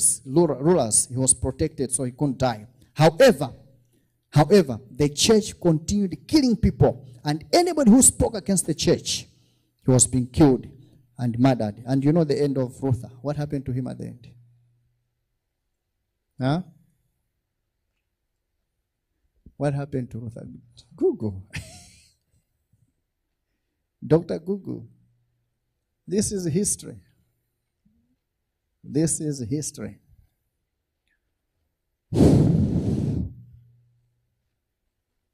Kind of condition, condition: setting, large echoing room